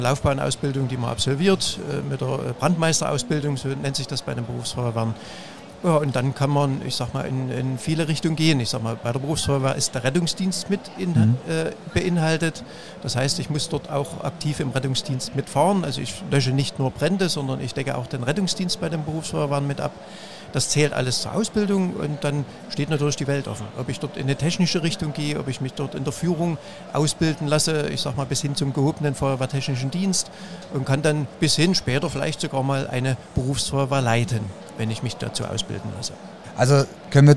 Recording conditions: busy venue